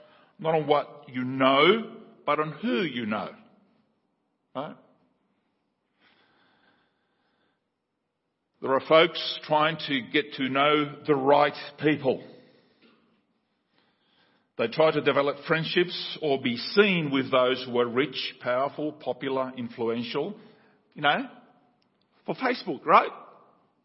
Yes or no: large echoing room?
yes